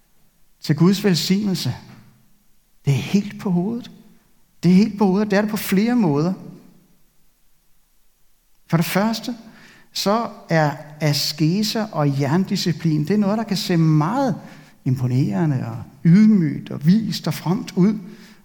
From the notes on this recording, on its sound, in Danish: Denne ugentlige prædiken er optaget i Københavnerkirken.